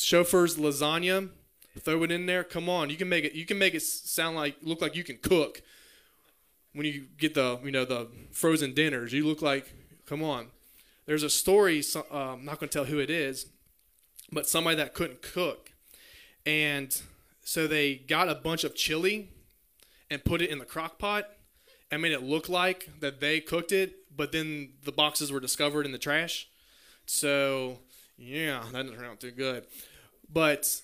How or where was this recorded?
large echoing room